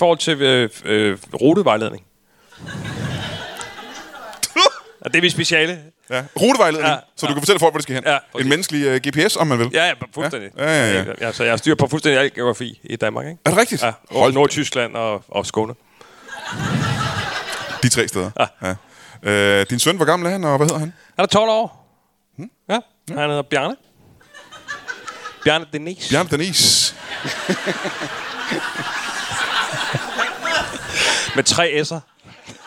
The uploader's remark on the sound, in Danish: LIVE fra Ramsømagle